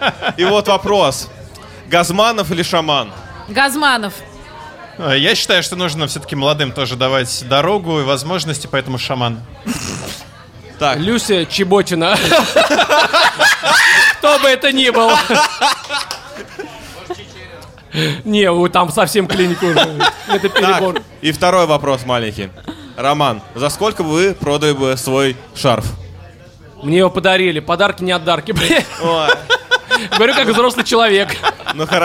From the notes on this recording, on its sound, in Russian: LIVE-запись со слушателями. 30 сентября в Москве прошла праздничная сходка слушателей подкаста «Животные в Студии», во время которой был записан сто девяносто шестой выпуск.